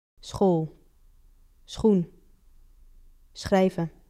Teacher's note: It is not the English sh. It's two separate sounds run together. An S and then that throat scrape.